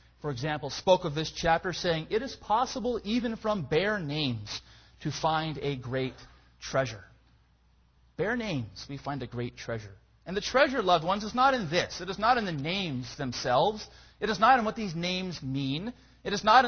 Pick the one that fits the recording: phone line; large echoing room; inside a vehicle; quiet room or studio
large echoing room